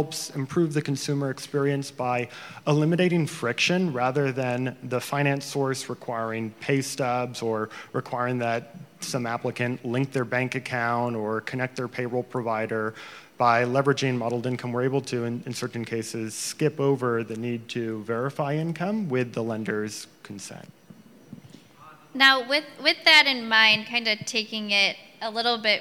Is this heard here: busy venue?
yes